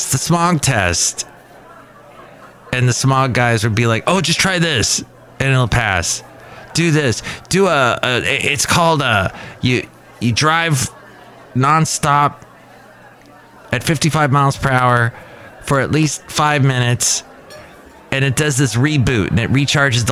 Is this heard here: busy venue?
yes